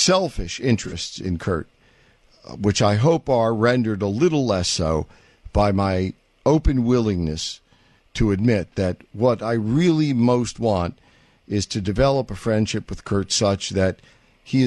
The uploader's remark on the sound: All that plus your phone calls.